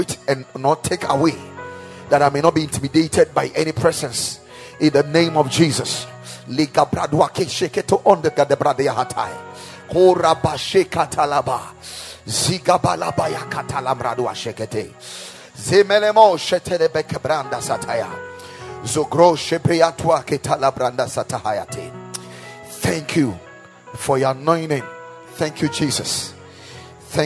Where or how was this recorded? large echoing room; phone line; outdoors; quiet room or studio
large echoing room